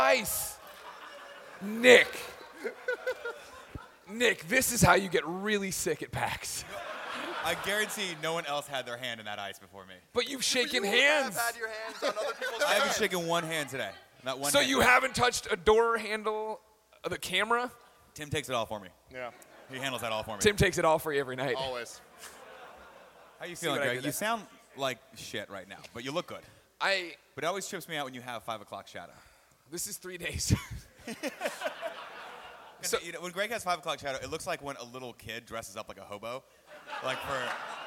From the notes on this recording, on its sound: Live at PAX East 2014! The boys unite for tehir first ever panel with the whole crew!